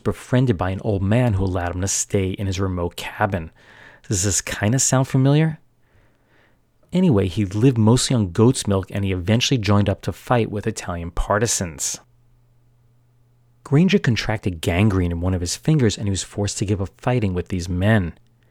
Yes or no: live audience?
no